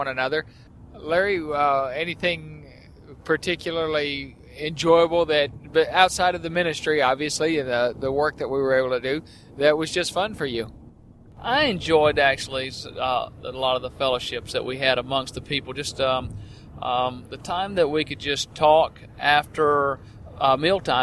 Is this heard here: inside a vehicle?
yes